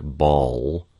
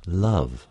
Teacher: This sound is made only at the end of syllables. The sound L, the so-called dark L, occurs after a vowel, frequently after a back vowel · Shown in: first take · and is made with the back of the tongue arching up near the soft palate. · The sound L, the so-called dark L, occurs after a vowel, frequently after a back vowel, and is made with the back of the tongue arching up near the soft palate. Compare this, in a word like ball, with a light L, as in the word love.